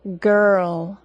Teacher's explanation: The schwa sound is an unstressed vowel sound in English. When schwa comes before an R, there becomes almost no vowel sound at all, and we only say and hear an R sound that takes a little longer than it would if it weren't after a vowel. · Term: schwa plus R